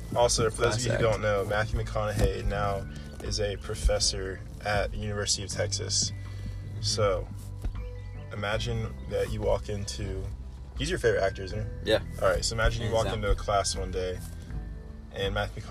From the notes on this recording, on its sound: Recorded in my truck so ignore the background noise haha.